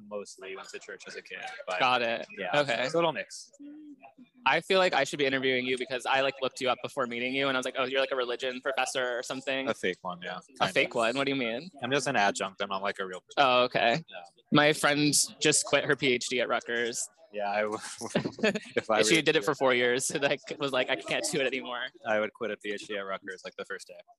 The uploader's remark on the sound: a live pod at Cafe Reggio in the Village